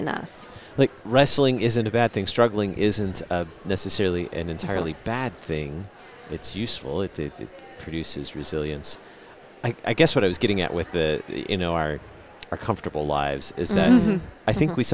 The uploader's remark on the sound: Live from the LWML Convention